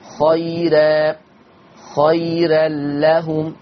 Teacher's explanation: ترقيق الراء وقفا ووصلا لورش عن نافع